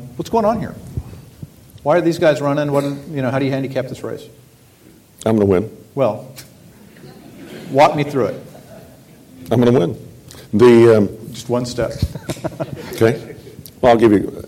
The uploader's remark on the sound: during a one-on-one conversation of The Texas Tribune Festival